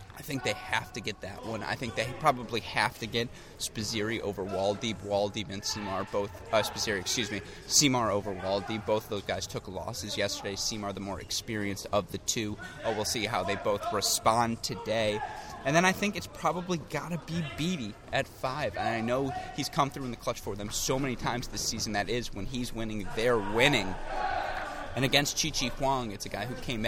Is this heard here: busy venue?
yes